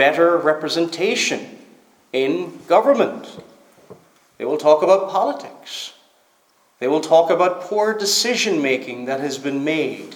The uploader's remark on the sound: Preached at Stornoway Free Church -Continuing